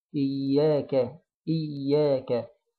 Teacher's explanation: إيا كده، جبنا الحركتين، نجيب الكاف، إياك إياك، كاف مفتوحة، نجيبها برضو على هيئة المبتسم لأنها حرف مرقق